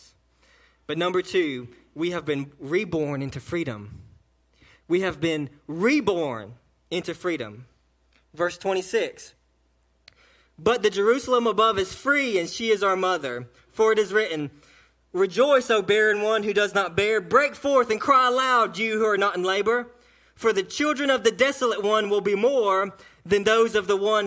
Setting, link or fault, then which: setting, large echoing room